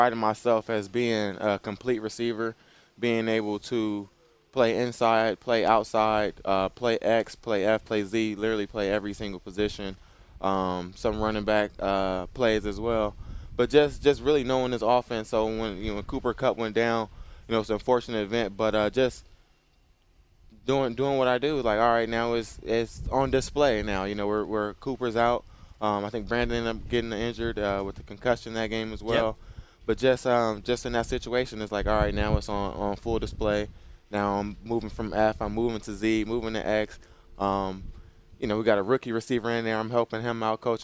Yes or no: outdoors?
yes